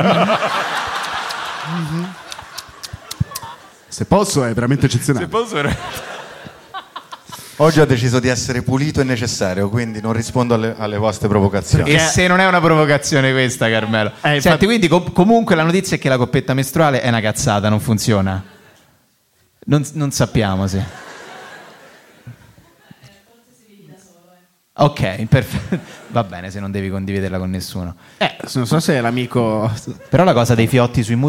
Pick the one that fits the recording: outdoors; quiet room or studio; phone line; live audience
live audience